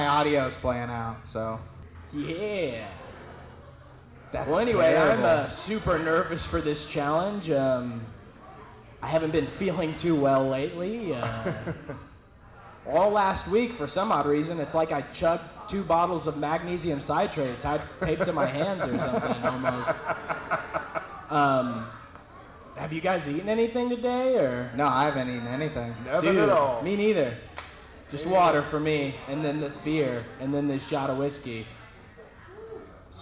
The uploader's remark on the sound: Host the first ever live audience recording, so audio isn't perfect but not bad for our first go.